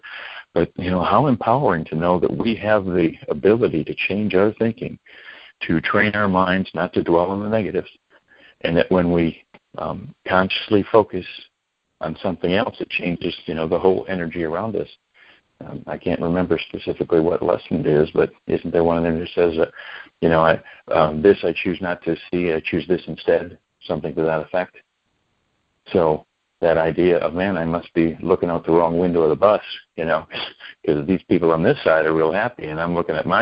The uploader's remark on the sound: ACIM Daily TEXT Conference Call.